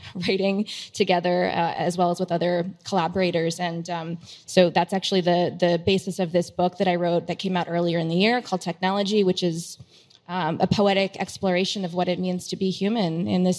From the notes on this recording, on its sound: during a panel at The Gateway: A Web3 Metropolis